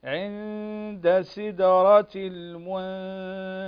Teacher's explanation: الغنة بمقدار حركتين سواء في عند الدال أو عند التاء، وهنا الغنة مرققة لأن الحرف الذي بعدها من حروف الترقيق